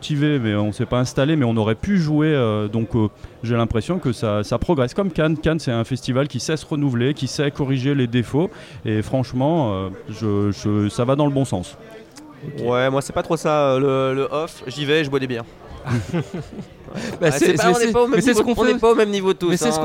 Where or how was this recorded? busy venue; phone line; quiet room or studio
busy venue